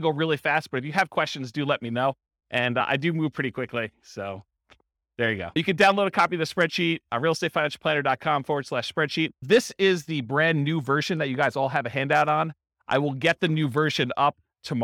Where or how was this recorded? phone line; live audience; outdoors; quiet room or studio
live audience